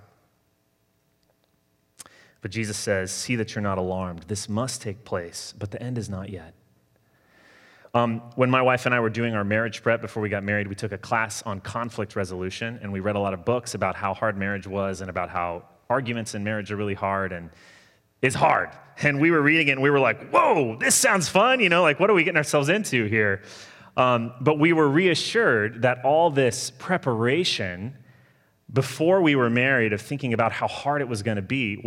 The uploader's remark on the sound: Sermon delivered Sunday, November 22, 2020